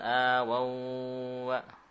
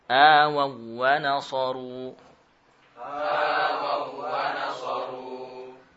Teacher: Wawu dalam wawu, bukan atau tidak disertai dengan gunnah. · Shown in: second take · Tidak disertai gunnah. · Term: idgham wawu ke dalam wawu